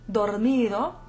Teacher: Intervocalic R's, as in para in coronado, only get flipped, whereas a double R, as in alcarraza and guitarra, an initial R, as in rama, final R, as in simbrar and cantar, or an R before another consonant, as in dormido, will get rolled